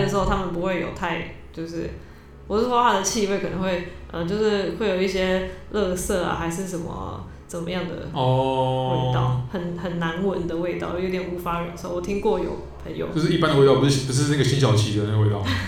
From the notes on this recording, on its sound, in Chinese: 本集白噪音指數：蚊風級 1/5。錄音地點：某某咖啡 - MOMO Coffee Bistro。